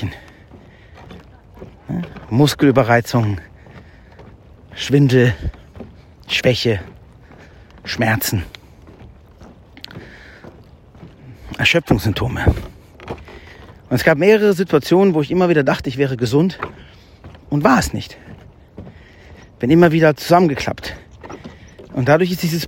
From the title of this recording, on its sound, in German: Live vom Jakobsweg